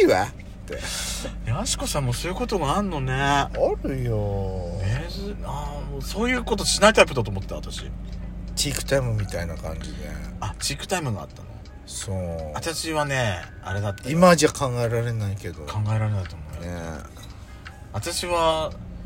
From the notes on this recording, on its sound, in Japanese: パーキング収録